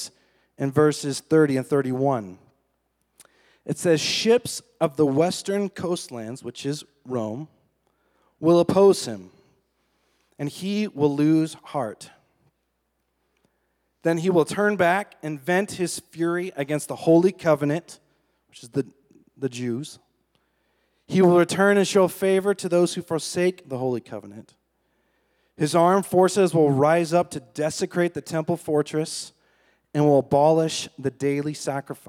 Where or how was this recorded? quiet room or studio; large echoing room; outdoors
large echoing room